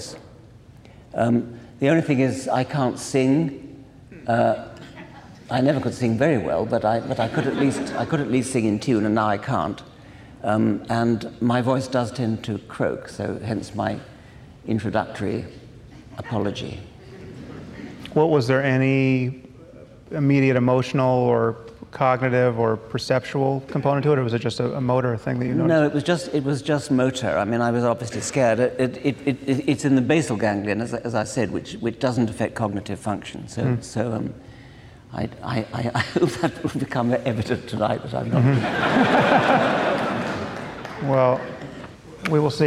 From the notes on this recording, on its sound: at a live event in Los Angeles